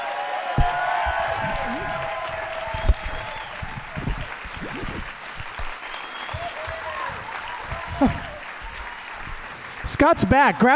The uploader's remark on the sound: Live from the Royal Theatre in Toronto